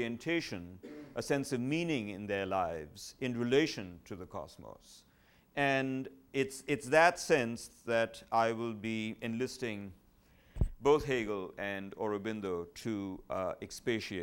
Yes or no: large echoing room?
yes